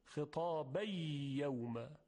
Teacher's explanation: مثلا خطابا یوم، تنوین ادغام میشه در یا